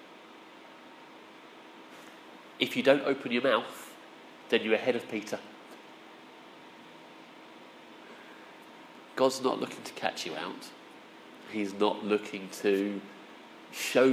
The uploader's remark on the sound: Our sermon from the 9am service